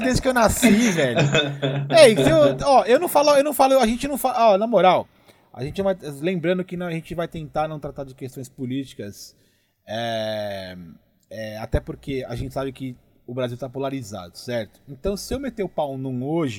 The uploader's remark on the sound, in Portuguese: Vale também dizer que enfrentamos dificuldades de áudio neste episódio, mas compromissados, fizemos assim mesmo.